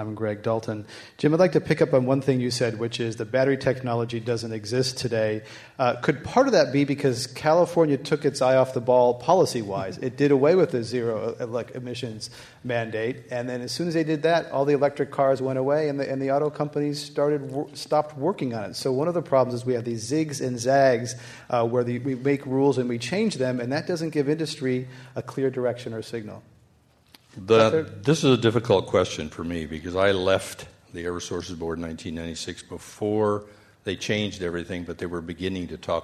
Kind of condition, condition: setting, live audience